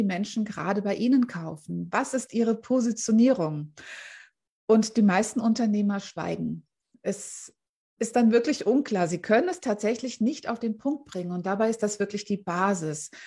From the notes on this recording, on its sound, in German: Mitschnitt aus einem Live Q&A aus meiner Facebookgruppe "Business-Helden".